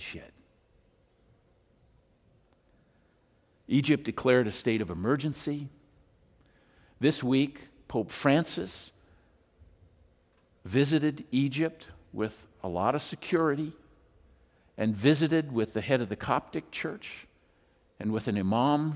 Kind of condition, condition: setting, large echoing room